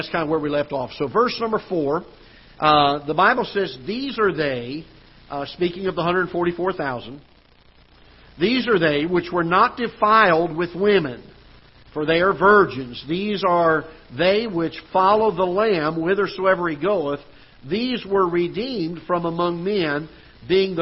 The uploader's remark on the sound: Ketha Heights Baptist Church ~ Live Broadcast